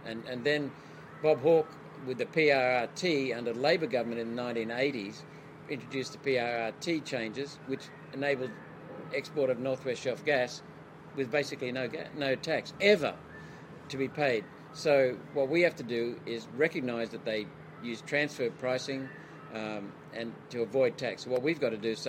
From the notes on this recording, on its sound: Fired Up at the Friedman Conference. We are at the 2022 ALS Friedman Conference – Australia’s biggest and best pro-liberty conference.